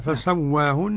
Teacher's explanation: إمالة كبرى لحمزة والكسائي وخلف العاشر، والفتح والتقليل لورش